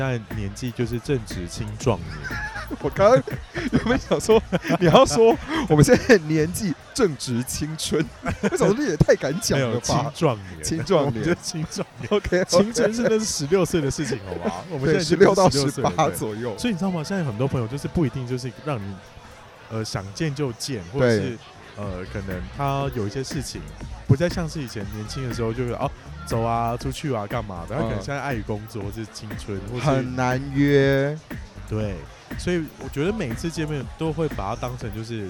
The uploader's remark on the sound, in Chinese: 感謝場地提供╬ Casa Cafe & Bar Taipei (喝了三杯酒) Play ba (喝了一杯酒) #我家 (喝了一杯水)。然後喝太醉竟然忘記按on鈕錄音。